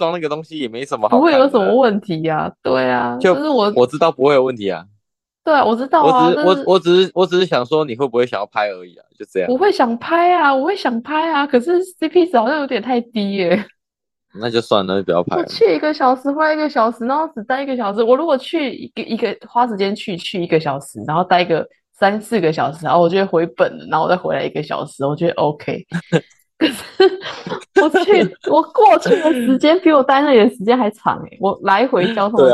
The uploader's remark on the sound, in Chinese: 第一次遠端錄音